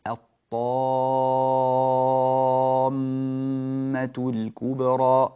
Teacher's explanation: طول المد اللازم في كلمة الطامة، هذه تمد بمقدار ست حركات، الطامة الكبرى، ست حركات، هذا المد يسمى مدا لازما كلميا مثقلا.